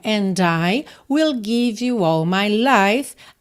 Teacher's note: aqui ele juntou marcando o D mesmo